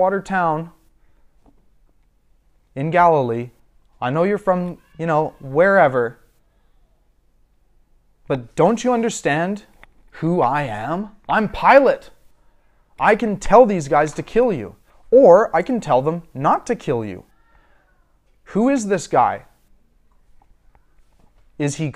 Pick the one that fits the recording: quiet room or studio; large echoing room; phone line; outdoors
large echoing room